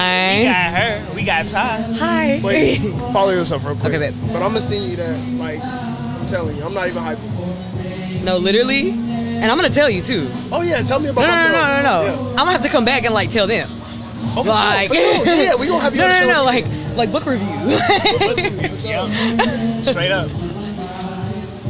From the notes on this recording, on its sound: This episode concludes our interviews at the Valley Festival.